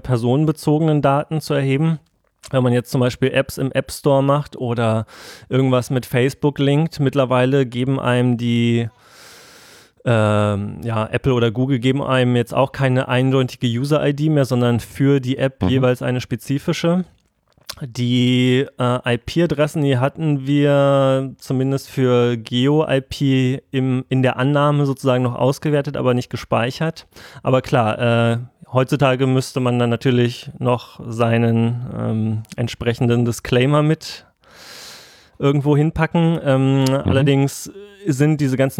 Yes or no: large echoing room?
no